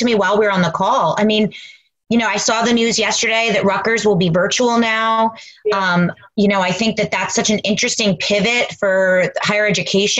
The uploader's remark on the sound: Live from Home. Moderate a virtual panel.